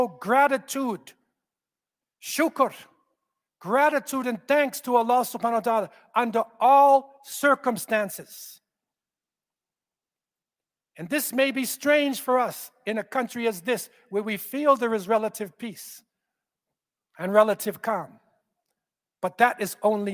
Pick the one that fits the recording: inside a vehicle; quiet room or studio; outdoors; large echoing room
large echoing room